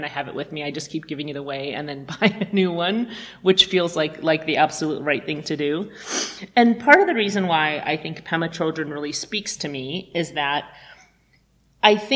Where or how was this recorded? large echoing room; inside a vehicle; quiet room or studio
large echoing room